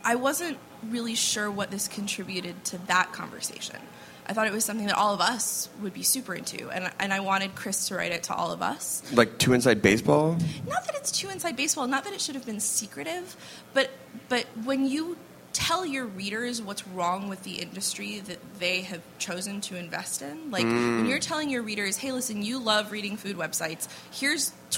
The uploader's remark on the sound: We bring you another panel from the South By Southwest festival: "Modern Food Reporting."